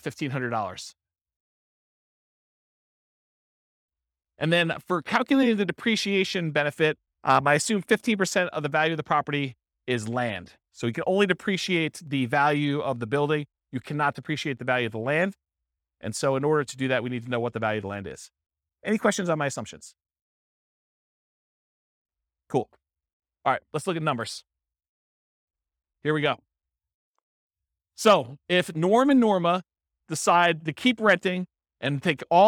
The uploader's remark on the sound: This was a live class recorded